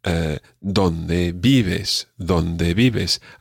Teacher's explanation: both words have the accent or the stress on the first syllable